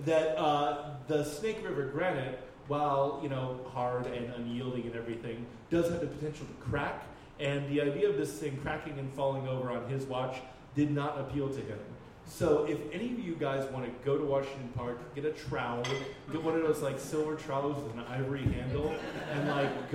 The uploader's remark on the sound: Live at the Jack London Bar.